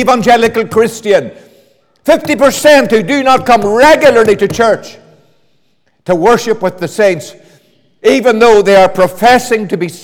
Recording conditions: large echoing room